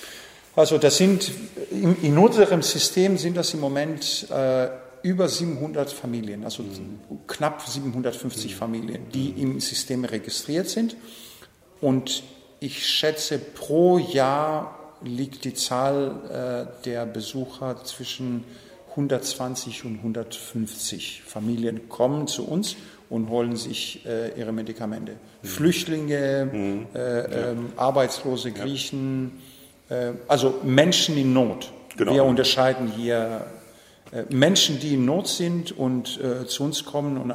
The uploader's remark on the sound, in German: Das Camp kann in diesem Ausnahme-Sommer tatsächlich stattfinden. In einem leerstehenden Lagerraum mit entsprechend viel Hall.